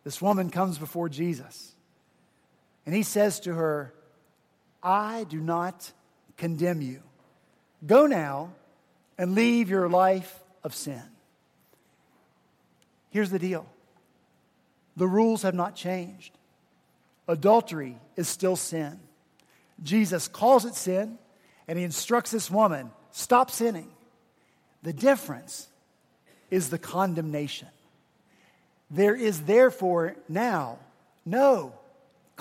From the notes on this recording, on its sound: at Redeemer Presbyterian Church in Charleston, SC